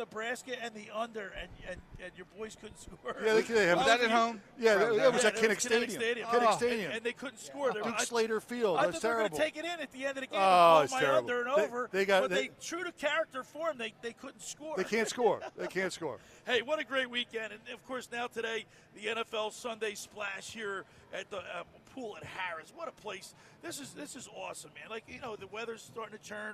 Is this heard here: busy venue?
yes